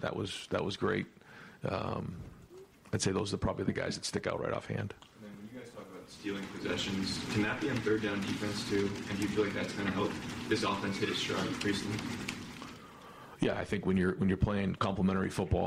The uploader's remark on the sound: Tuesday Press Conference